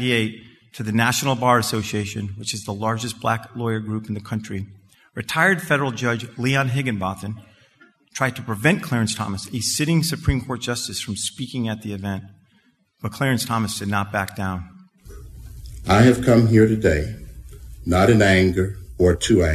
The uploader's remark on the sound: This was the topic of his Lunch Time Keynote Presentation on Saturday March 11th at the 2023 BABL Convention.